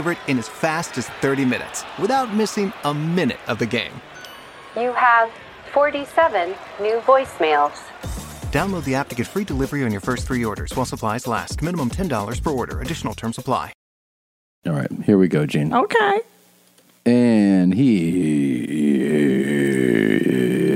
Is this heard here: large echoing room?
no